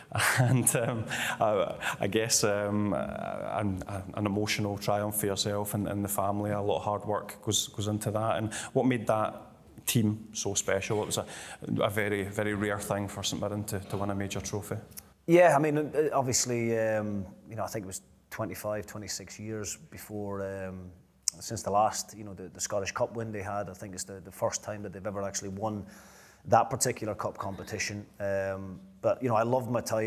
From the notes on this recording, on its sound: A live Q & A event. At DC Thomson HQ in Dundee.